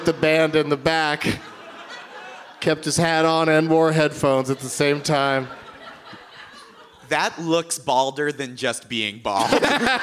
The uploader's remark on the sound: Live from the Gramercy Theatre in New York City